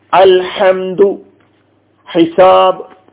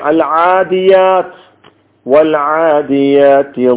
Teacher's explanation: ഐനും ഹാവും ഇത് രണ്ടും തൊണ്ടയുടെ മധ്യഭാഗത്തു നിന്ന് പുറപ്പെടുന്നു